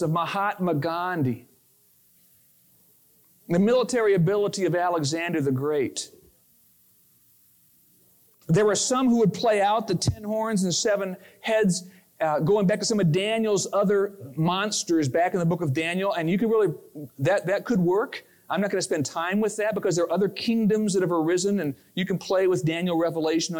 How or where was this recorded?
large echoing room